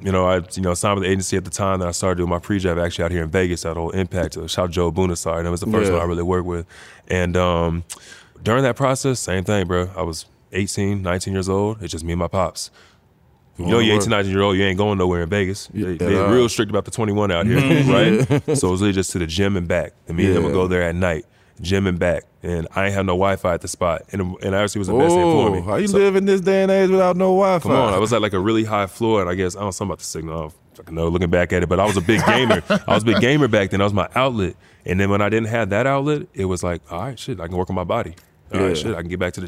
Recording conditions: busy venue